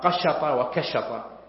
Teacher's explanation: التميميون يقولون قشط والحجازيون يقولون كشط · Term: الإبدال